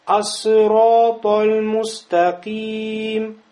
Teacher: Ас-сирот аль-мустаким. Чуть-чуть потянул, но с чистым сукуном. · Term: Тавассут